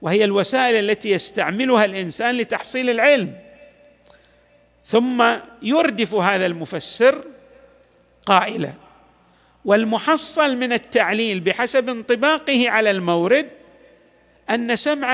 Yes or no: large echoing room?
yes